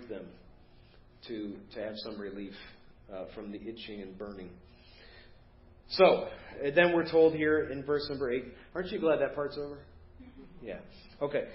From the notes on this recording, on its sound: Preached at First Baptist Church of Hazel Park